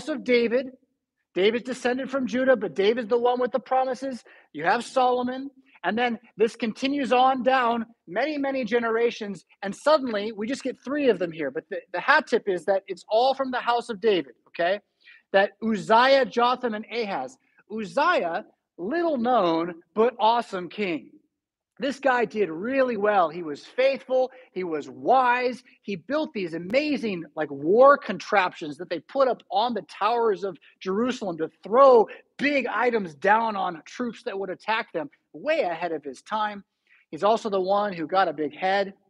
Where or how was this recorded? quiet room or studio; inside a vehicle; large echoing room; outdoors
large echoing room